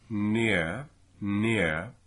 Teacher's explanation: I am moving from I into a second part of the diphthong, which is a neutral schwa. That schwa is in the place where the R historically was.